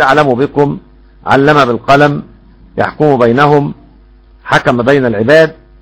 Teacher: الميم عند السوسي إذا وقعت قبل الباء وكان قبل الميم متحرك يحصل لها إخفاء ليس إضغام، مثل أعلم بكم، علم بالقلم، يحكم بينهم، حكم بين العباد.